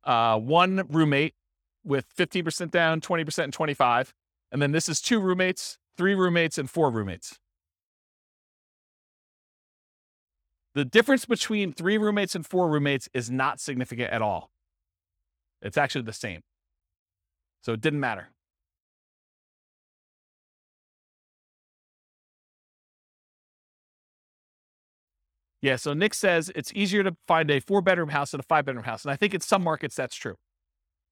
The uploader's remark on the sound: This was a live class recorded